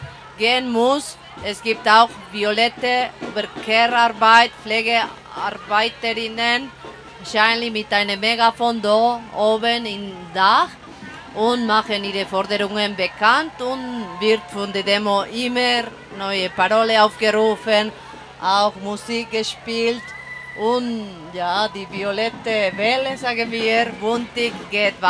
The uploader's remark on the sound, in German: Ihr hört einen Ausschnitt des feministischen Streikradios RADIO von Radio LoRa, welches live von der Demonstration in Zürich berichtete (etwa 100.000 Protestierende!).